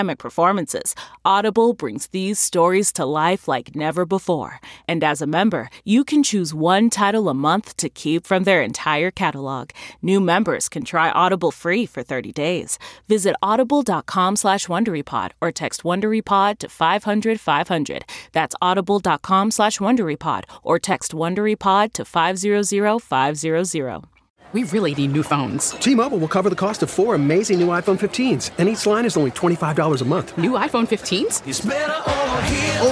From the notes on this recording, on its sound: Virtuoso Symposium in Melbourne, Australia. Comes from the Virtuoso Conference in Melbourne, Australia.